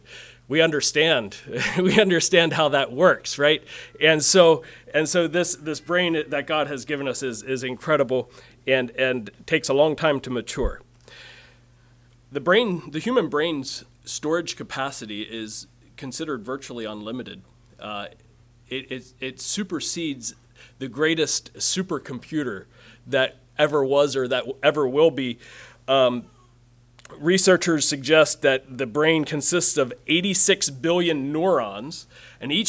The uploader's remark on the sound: Message preached at Word of Hope on May 21, 2023